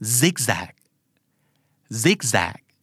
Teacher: ซิกแซกเน้นพยางค์แรกคือตัวซิกนะครับ